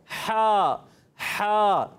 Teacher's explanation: जो हा होता है हलक के दरमियान वाले हिस्से से अदा होता है, तो थोड़ा सा हलक पे जोर देंगे हा हा तो यदा होगा।